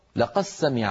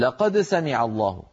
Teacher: فيدغمون الدال في السين · Shown in: first take · قبيلة أخرى تقرأ على الأصل لقد سمع الله.